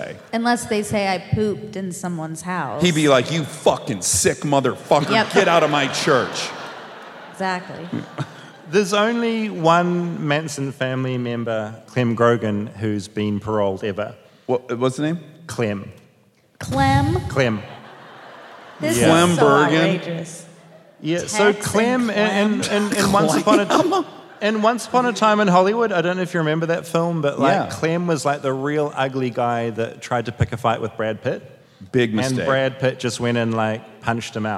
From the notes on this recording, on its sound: Armchaired & Dangerous Live from Los Angeles at the Wiltern